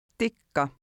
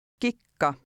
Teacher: Look at number 5, which contains a double K. It makes a sound like the letter combination CK in the English word kicker, but it's held longer.